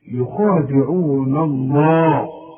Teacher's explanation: لفظ الجلالة اللام دائما مدام مفتوح مفخمة، يخادعون الله، إنما اله دائما مرققة، يخادعون الله.